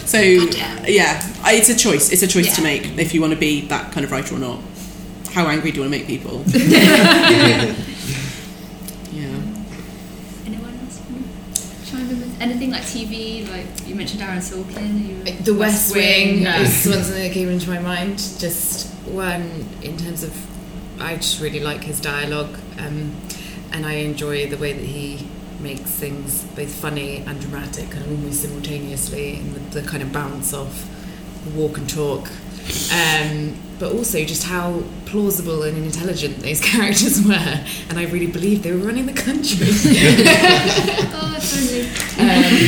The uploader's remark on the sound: Listen to the Q&A session from the end of our WAF writing workshop